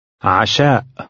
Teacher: This word ends with a glottal stop as well.